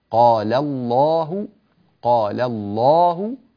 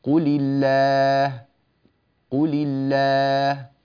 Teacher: ففخمنا اللام. ليه؟ لأن قبلها فتحة قال · Shown in: first take